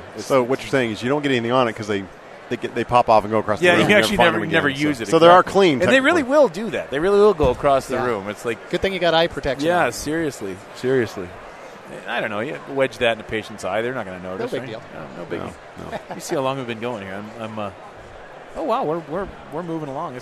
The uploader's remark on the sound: Live from Dentsply Sirona World 2017!